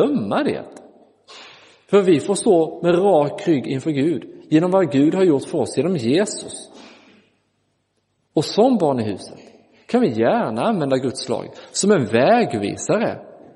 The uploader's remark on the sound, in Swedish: Inspelad i Roseniuskyrkan den 31 december 2023.